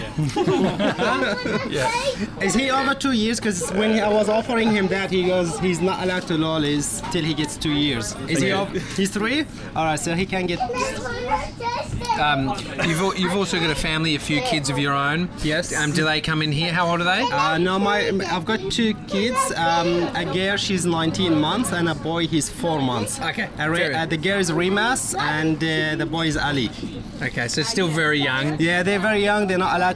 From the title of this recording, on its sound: Live From Redfern Convenience Store